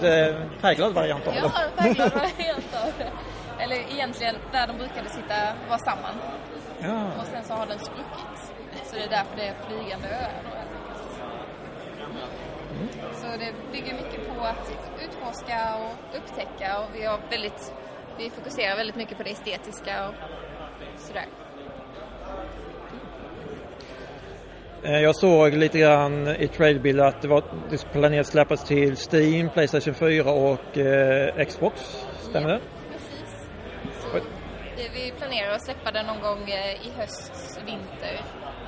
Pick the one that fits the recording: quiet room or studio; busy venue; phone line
busy venue